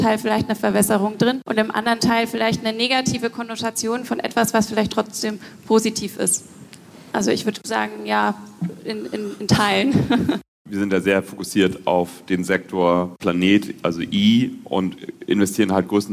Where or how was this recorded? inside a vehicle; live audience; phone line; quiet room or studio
live audience